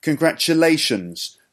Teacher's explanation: The fourth syllable is the stressed one.